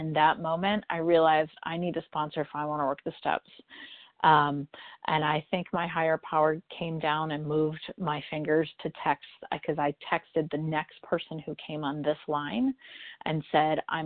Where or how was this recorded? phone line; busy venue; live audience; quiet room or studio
phone line